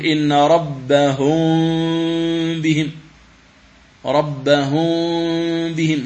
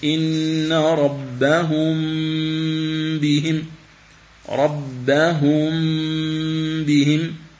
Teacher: ومعلوم أن القارئ حينما ينطق بالميم فإنه لا يترك فرجة بين الشفتين، ولهذا القراءة الصحيحة للإخفاء بالنسبة إلى أحكام الميم الساكنة هو أن تنطق بميم مخفاة بغنة، يعني دون فرجة بين الشفتين ودون كز لهما · Shown in: second take · فالخطأ عند القارئين للإخفاء في الميم الساكنة والتنوين يحصل من جهتين، من جهة أن بعضهم يترك فرجة يقول إن ربهم بهم، ربهم بهم، وهذا خطأ. · Term: الإخفاء